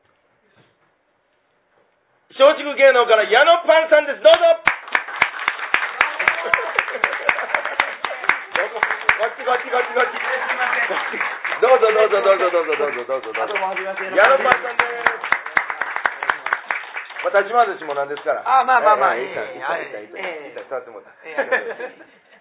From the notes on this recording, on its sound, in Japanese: 公開収録分